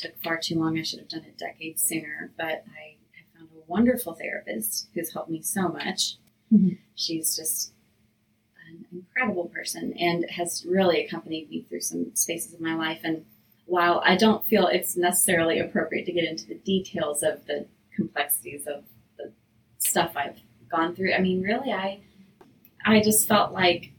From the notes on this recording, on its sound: we apologize for the technical difficulties with sound in this episode.